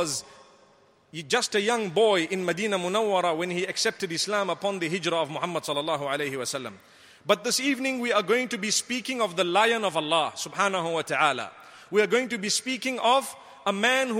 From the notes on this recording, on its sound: Delivered at Tuanku Mizan Zainal Abidin Musjid 15 Ramadan 1435/2014